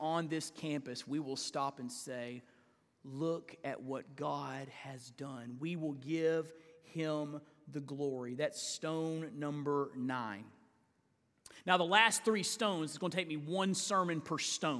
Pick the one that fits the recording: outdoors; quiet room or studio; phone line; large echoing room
large echoing room